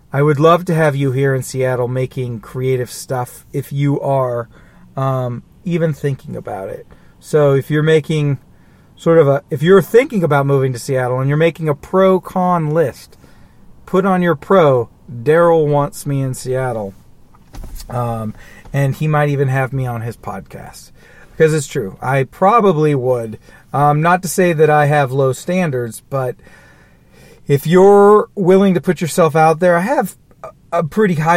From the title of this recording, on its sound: Somber Ramblings in a Car